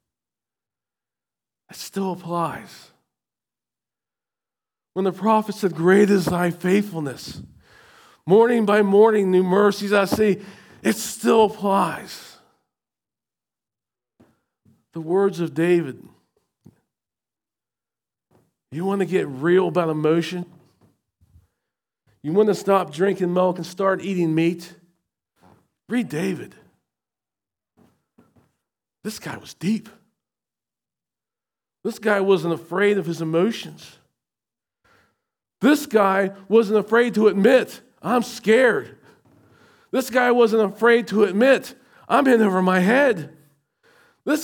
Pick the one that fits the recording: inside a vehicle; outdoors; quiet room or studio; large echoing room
large echoing room